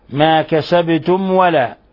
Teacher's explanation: ميم ساكنة جاء بعدها حرف الواو، ما كسبتم ولا، هذا الحكم التجويدي إظهار شفوي، بل هو من أشد حالات الإظهار الشفوي لأنه أشد حالاته عند الواو وعند الفاء.